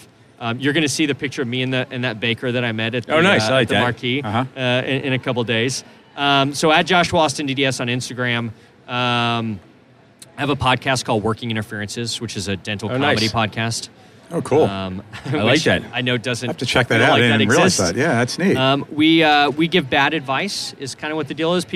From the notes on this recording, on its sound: Live from the 3M booth at the GNYDM 2019